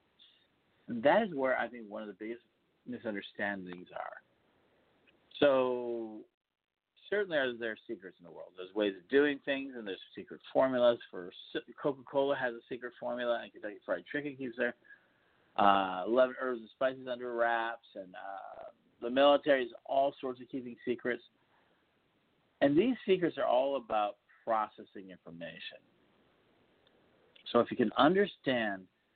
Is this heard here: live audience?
no